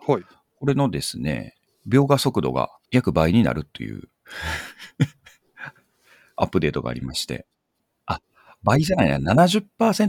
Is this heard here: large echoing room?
no